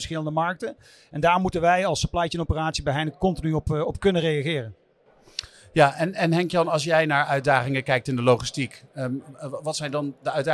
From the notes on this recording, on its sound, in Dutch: De aflevering is live opgenomen tijdens ICT&Logistiek in de Jaarbeurs in Utrecht